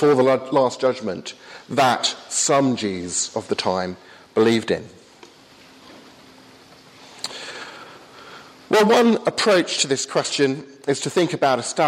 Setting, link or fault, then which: setting, large echoing room